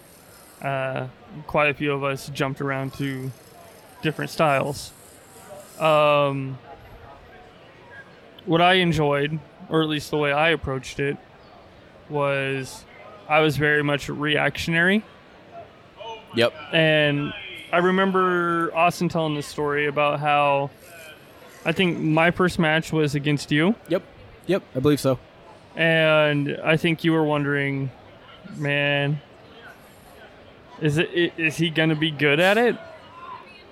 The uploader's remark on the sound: Recorded on location from Twin Cities Con inside the Minneapolis Convention Center.